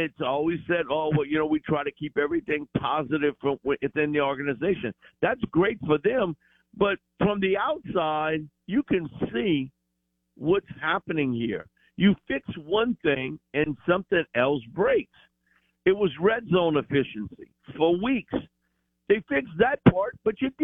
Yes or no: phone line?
yes